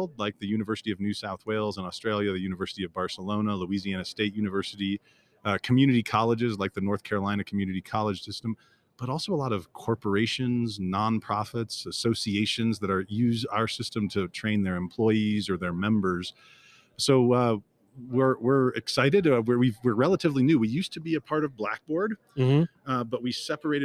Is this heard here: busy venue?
yes